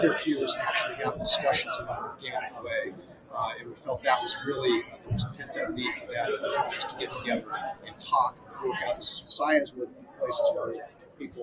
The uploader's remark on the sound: Live at the SIIA 2022 Engage Conference